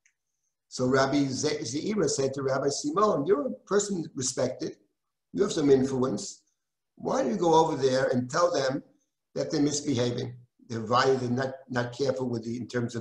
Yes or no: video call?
yes